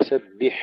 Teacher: وسبح تحقيق كسر الباء، وسبح ليس وسبح، وسبح.